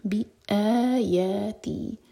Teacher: تو ا پر زور دیں گے اور کٹ آف ساؤنڈ کے ساتھ بی آیاتی. تینوں دو دو حرکہ لمبے، آیاتی، تینوں کی لینتھ سیم.